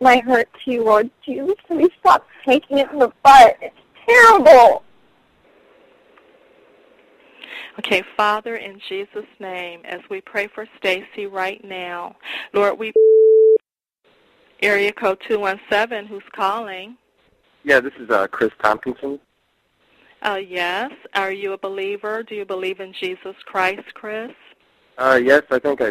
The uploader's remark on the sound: Personal Prank Phone Calls Collection